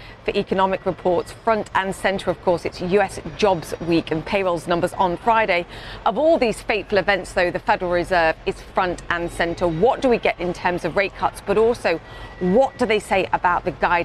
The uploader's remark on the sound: live from the New York Stock Exchange